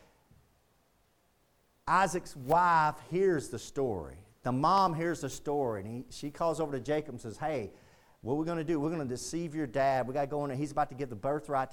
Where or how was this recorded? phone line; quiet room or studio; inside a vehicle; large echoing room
large echoing room